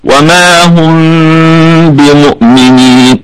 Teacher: بالسكون والميم في الدرجة الرابعة من درجات الغنة وصلا ووقفا لكن ميم ساكنة أتى بعدها حرف الباء بمؤمنين فحكمها إخفاء شفوي